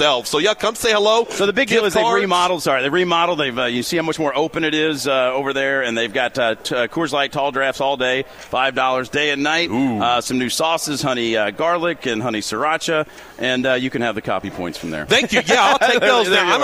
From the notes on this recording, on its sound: Broadcasting live from BW3s on Westport Road!